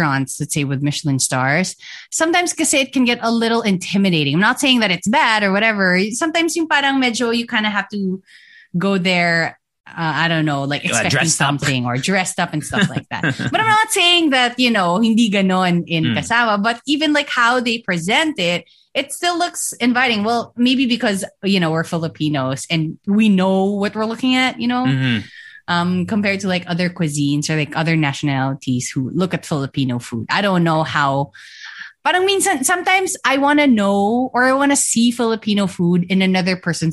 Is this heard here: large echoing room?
no